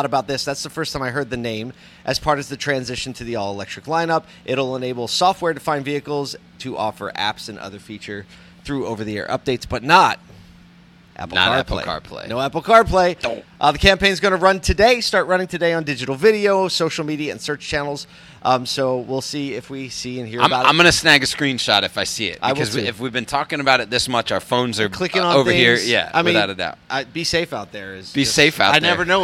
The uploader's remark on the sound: Today we’re on location at a Dealer-run charity golf tournament in Atlanta